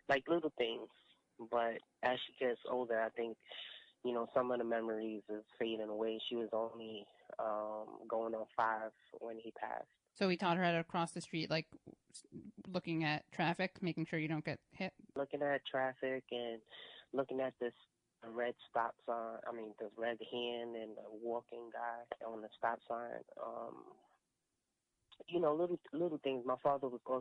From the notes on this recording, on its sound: This episode consists of two interviews, done a week apart. Over the phone.